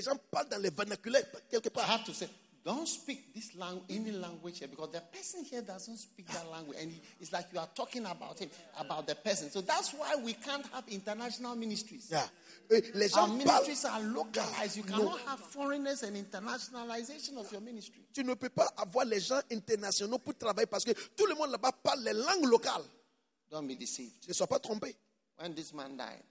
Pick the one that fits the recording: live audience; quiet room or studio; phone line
live audience